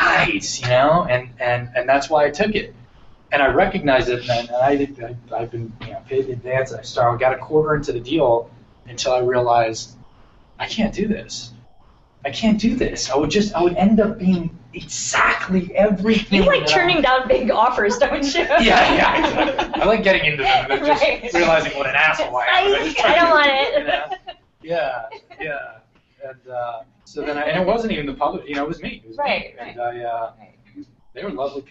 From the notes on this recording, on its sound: First LIVE event sharing the stage with our featured guest. In front of a LIVE audience. We were not sure how it would go given we were streaming the Google Hangouts On Air like we do every Tuesday, while addressing a great group of people in the room.